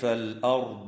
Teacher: وتفخم الراء وصلا ووقفا في كلمة الأرض لسكونها بعد فتحة